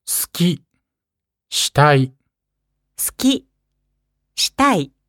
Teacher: Schwund der Vokale I und U. Zwischen den stimmlosen Konsonanten.